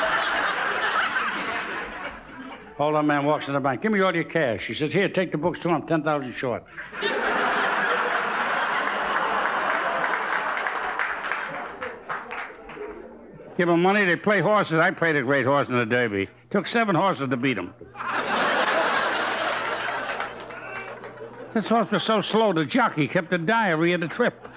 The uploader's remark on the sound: The recordings here take place in front of a live audience with occasional musical interludes